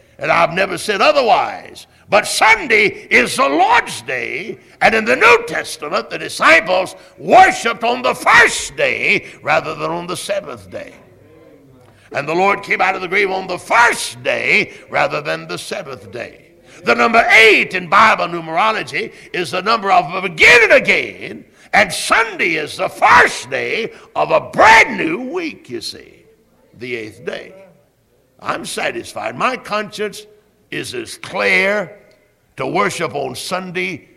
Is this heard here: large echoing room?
yes